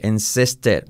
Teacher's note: My father insisted, mi padre insistió, insistir. Fijaos que no se escucha ninguna I